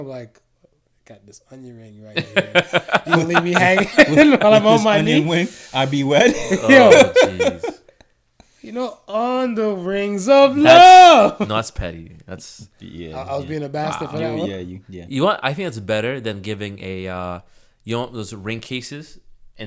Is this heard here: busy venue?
no